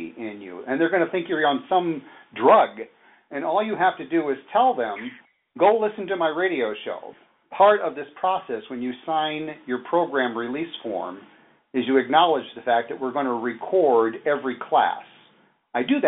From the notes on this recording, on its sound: This series captures the best bits of a two-hour conference call recorded in June of 2015.